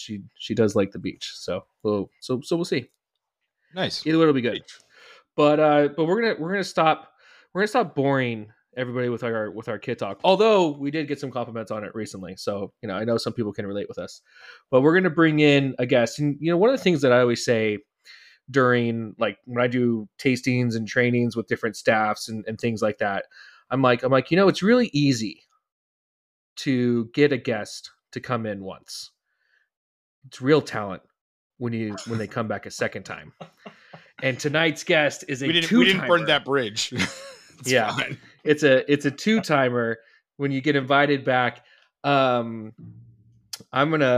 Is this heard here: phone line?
no